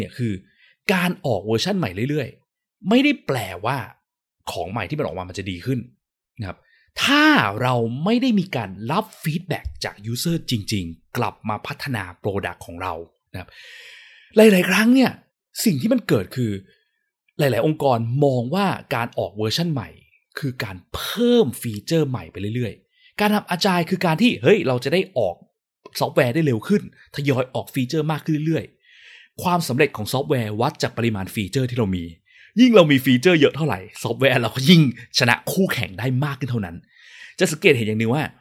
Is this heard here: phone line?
no